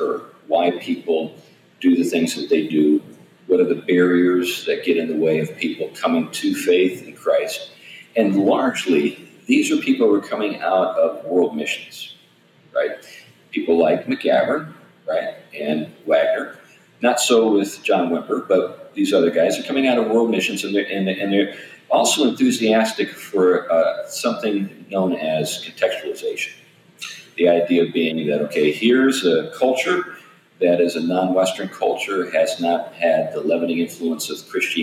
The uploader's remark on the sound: Unfortunately, we had a technical issue with the audio this time around, so forgive the poor quality there.